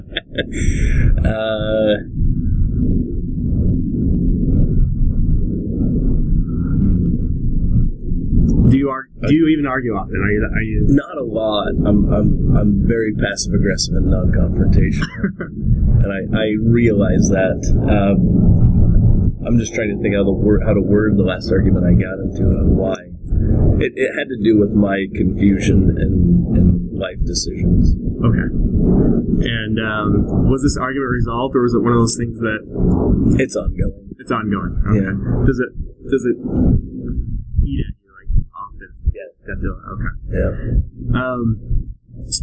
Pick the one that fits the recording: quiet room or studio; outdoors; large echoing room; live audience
outdoors